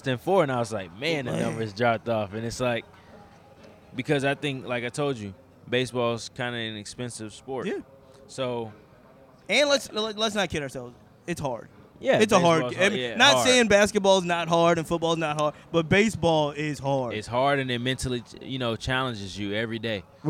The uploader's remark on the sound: did the podcast on location at the Diamond, the home of the Richmond Flying Squirrels, in Richmond, Virginia